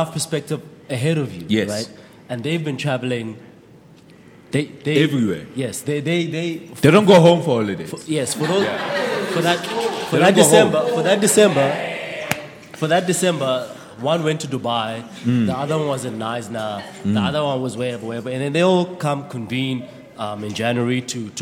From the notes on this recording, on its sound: The Dojo had its 1st ever live recording in front of a very special audience. The audience, Friends Of The Dojo as they fondly known, got to participate.